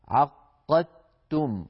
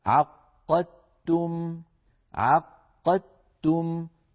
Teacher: الدال يتحول صوتها إلى تاء وتدغم التاء في التاء التي بعدها، فيصير النطق بتاء واحدة مشددة · Term: تاء مشددة